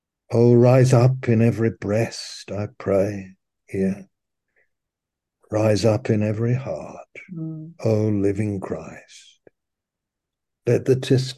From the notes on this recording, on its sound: Malaysia Meets (Zoom).